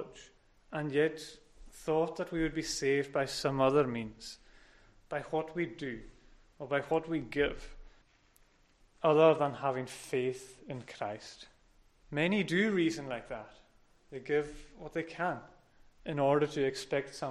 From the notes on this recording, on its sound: recorded at North Harris Free Church on Sunday Morning 10th October 2021.